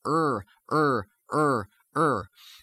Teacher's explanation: In this pronunciation, the tip of the tongue comes up in American. It arches up, R, and you get that familiar American sound, which is called a retroflexed R.